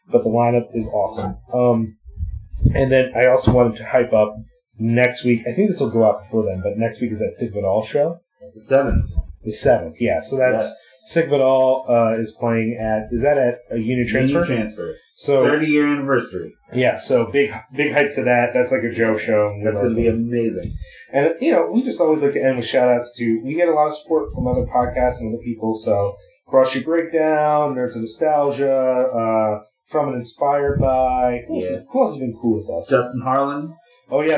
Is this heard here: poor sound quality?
yes